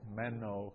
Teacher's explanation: I've got a high tone on the first syllable